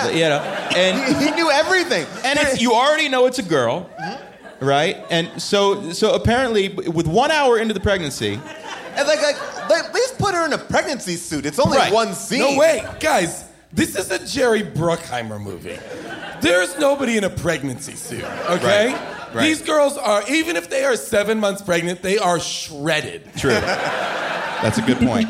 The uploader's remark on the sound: Recorded LIVE from Largo in Los Angeles